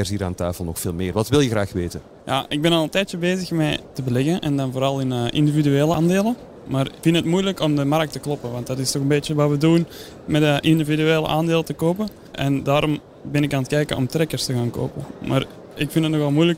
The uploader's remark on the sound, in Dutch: live vanop Finance Avenue